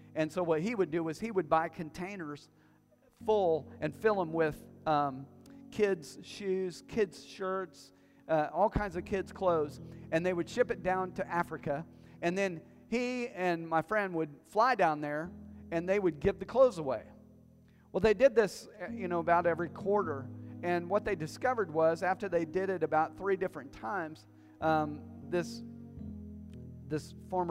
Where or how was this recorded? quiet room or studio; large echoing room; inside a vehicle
large echoing room